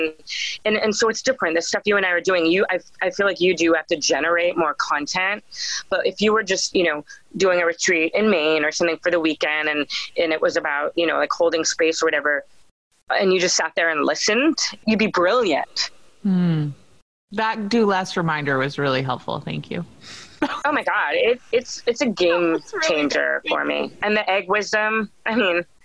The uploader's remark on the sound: When we ended the Zoom call.